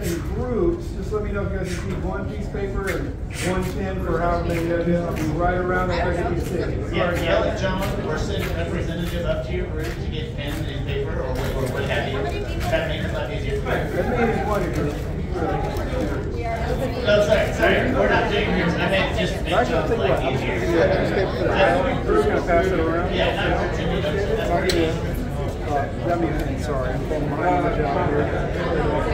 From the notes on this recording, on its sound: Listen at your own risk, as the audio is pretty rough! Trivia panel at the end of Planet Comicon (KC, 2023, Day 2 Saturday). We're just going to post the raw footage for this one.